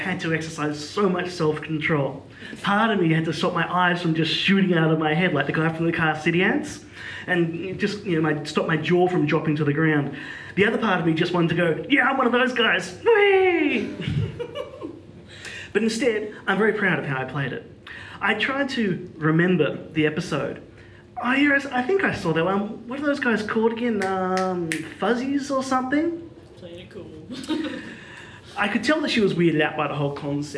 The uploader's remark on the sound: This is a panel that was presented as part of eclectic programming found at Continuum.